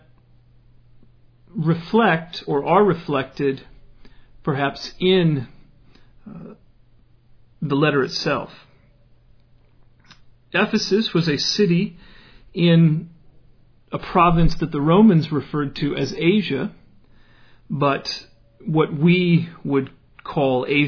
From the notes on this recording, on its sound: Originally delivered in 2008 at a house church in Leonard, TX.